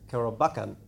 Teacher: And they explained to me that in Indonesian, you emphasize, and I think it's the same in Malay as well, but that you emphasize the second last syllable of the word